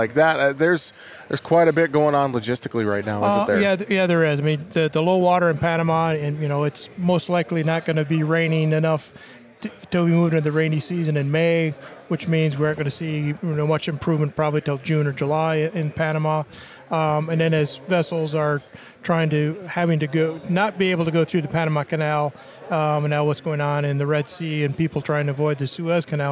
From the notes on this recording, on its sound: Tuesday's show is a bit of a hybrid program as we feature to conversations from this week's AgMarket.net Conference in Nashville and two conversations live from the Northern Corn and Soy Expo in Fargo, ND.